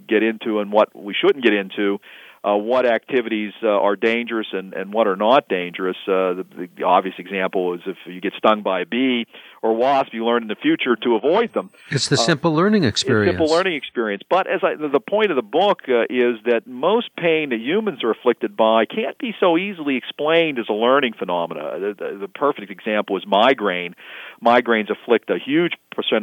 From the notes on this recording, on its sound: Visited by phone from his office in Pittsburgh, Pennsylvania.